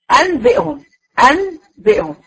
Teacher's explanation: الاصطلاح هي قلب النون الساكنه او التنوين بحولها الى ميم. ميم في النص، خالصه في النص، ميم ميم. · Term: الاقلاب